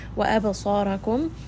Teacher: ba here is going to have qalqala, it is part of kutub jad, so give it a little bit of that bounce because it has a sukun. Sa, this is going to be a two count heavy med because the letter sa'd is heavy.